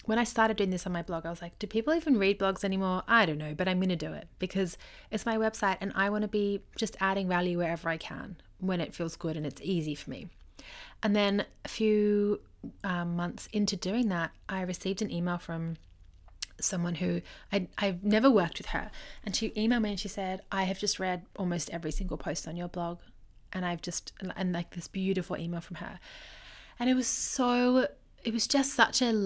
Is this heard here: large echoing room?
no